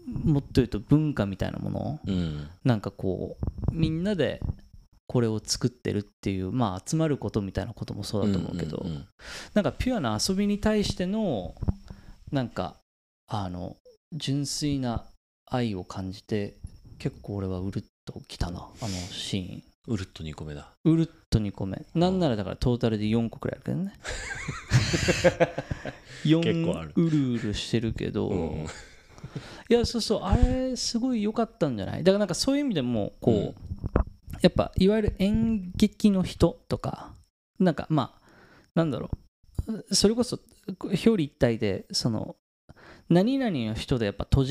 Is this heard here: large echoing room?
no